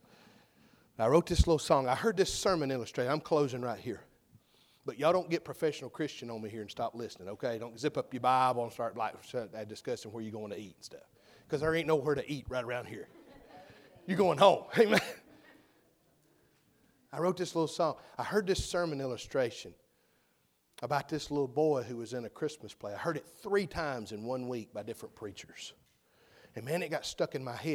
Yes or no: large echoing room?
yes